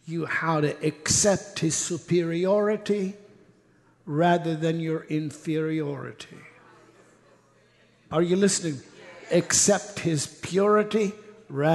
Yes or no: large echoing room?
yes